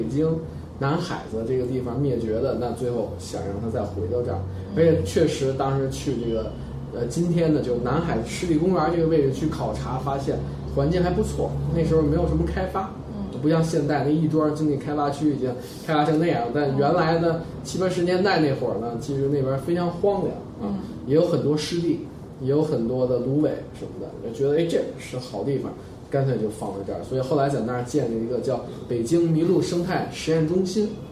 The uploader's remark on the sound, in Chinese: 本期节目为在张大妈办公区用录音笔录制，可能有街道上的杂音，请见谅。